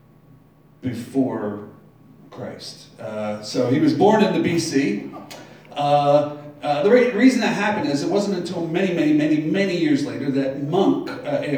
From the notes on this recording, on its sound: Live from Black Cloister Brewing Company.